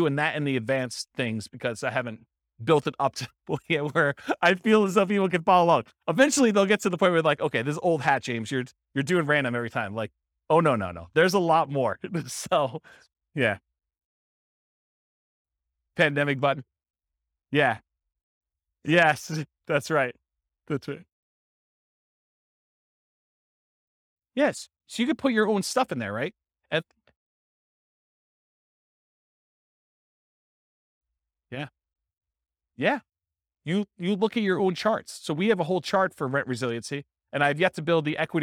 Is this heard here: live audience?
yes